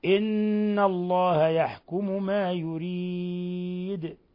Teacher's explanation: ثم إن نون مشددة غن مقدار حركتين، حرف غن مشدد.